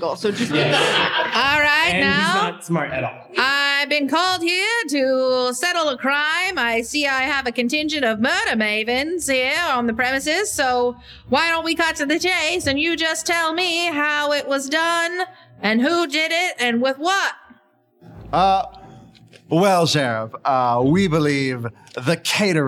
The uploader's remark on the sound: Listen along with our live audience